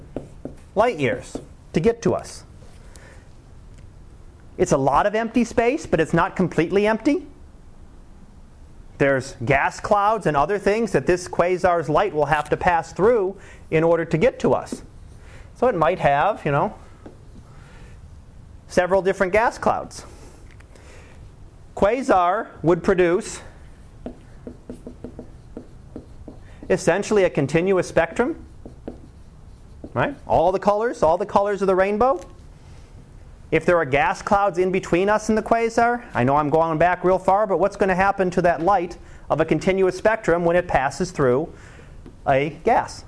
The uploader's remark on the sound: Live Class Lecture